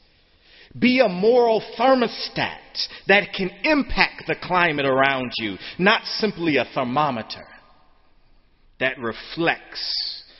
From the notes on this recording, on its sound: Sermon on Senior Sunday, the Last Sunday of Spring Term, May 26, 2013, in the Memorial Church.